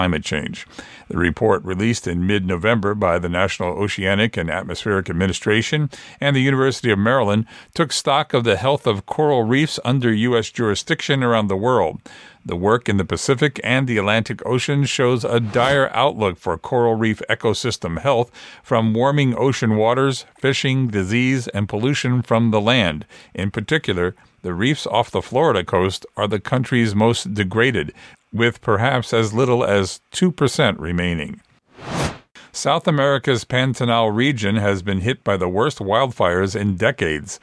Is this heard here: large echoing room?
no